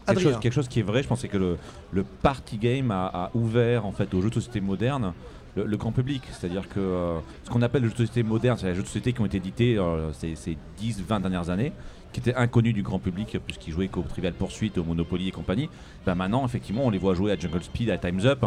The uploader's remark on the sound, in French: En direct de Paris est Ludique.